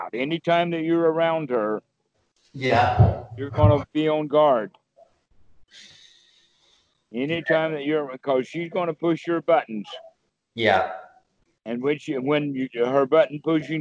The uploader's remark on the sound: skype calls